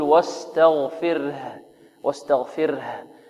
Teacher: نعم نعم، فيها صفة الآن، هنا فيها صفة الرخاء والهمس، الهاء رخوة مهموسة مستفلة منفتحة